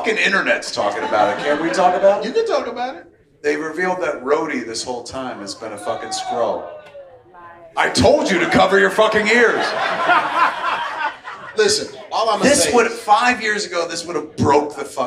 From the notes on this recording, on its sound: LIVE from San Diego Comic-Con 2023! LIVE from San Diego Comic-Con International via the Mooby's Pop Up at Tin Roof.